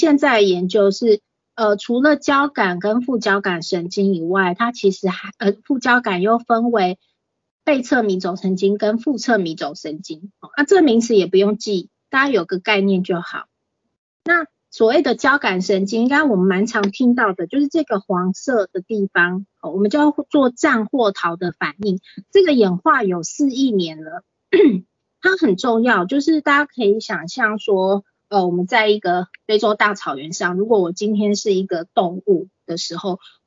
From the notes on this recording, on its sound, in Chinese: 此為線上課程錄音檔！